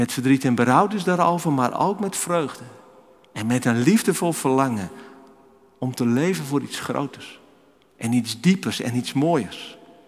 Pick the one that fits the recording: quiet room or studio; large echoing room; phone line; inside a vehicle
large echoing room